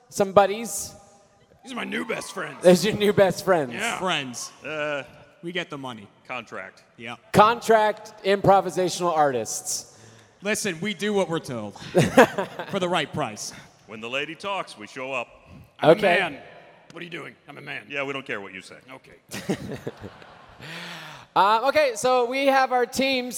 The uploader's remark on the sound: a completely wild live show during RTX Austin 2018